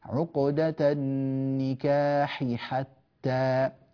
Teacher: الحاءان المتتاليتان ينبغي أن يعتنى بتوضيحهما من بعضهما، عقدة النكاح حتى، ولا تدغمان في هذه الرواية.